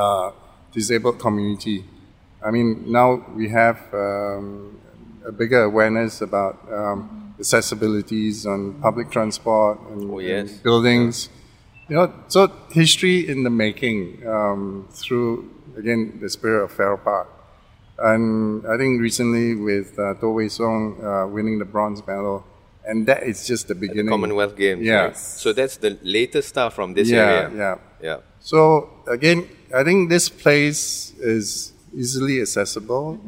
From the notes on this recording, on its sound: in this recording at Farrer Park itself